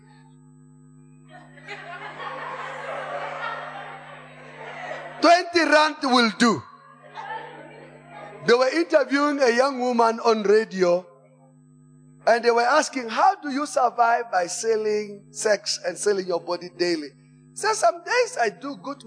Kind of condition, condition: setting, large echoing room